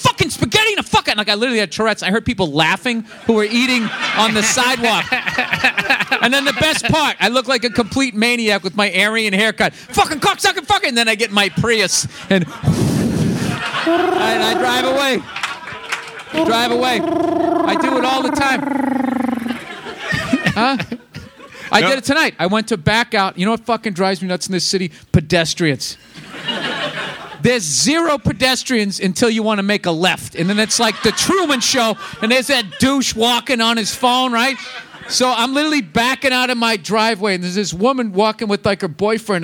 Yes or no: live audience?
yes